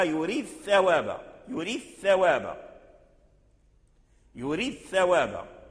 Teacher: إذا أخذنا مثلا يريد ثوابا فالدال ساكن والثاء متحرك، فبعض القراء أدغم الدال عند الثاء